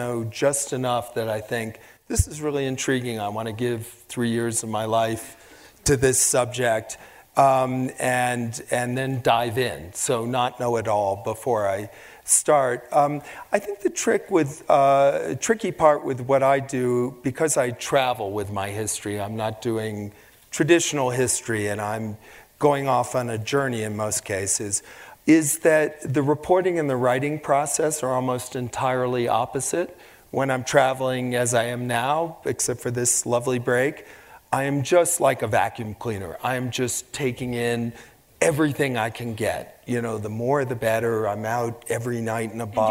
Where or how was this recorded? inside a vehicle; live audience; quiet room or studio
live audience